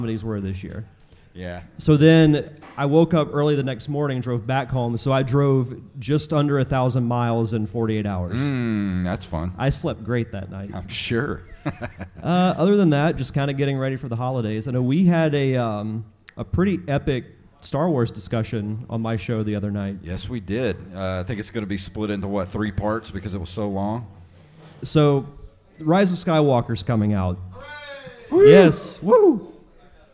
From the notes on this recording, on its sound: Live at The Wayward Kraken. Travel to The Wayward Kraken to host their first ever live podcast!